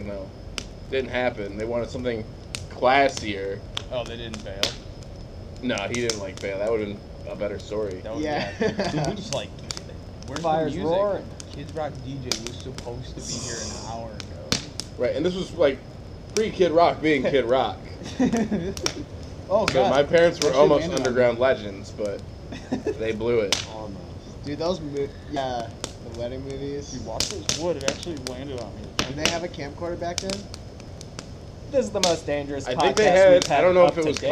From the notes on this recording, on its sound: By A Campfire. We tried out a new webcam and it did an all right job capturing the audio. Hanging out around the fire with us.